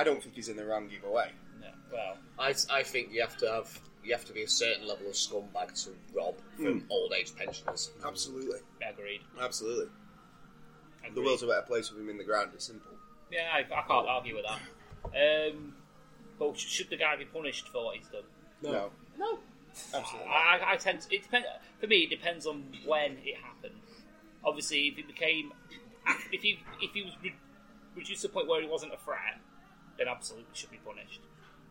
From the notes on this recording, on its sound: Live as we gather round the microphone down at the Foxhall pub in Blackpool, England.